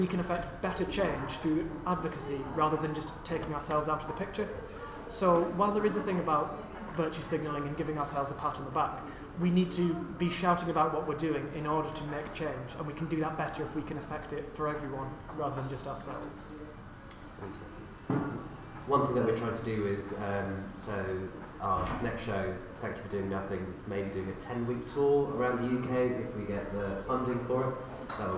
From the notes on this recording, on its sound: Recorded live as part of TakeOver 2019.